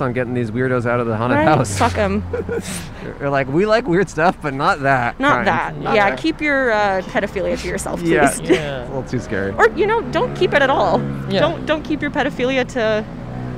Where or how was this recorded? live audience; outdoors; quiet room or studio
outdoors